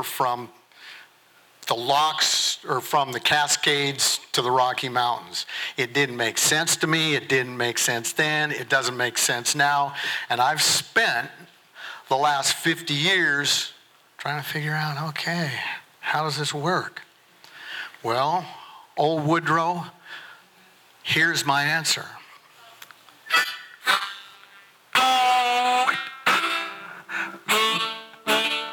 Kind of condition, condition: setting, large echoing room